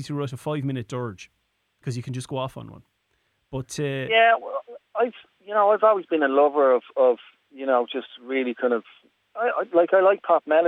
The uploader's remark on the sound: Over the phone, as he took a break from shooting his latest music video.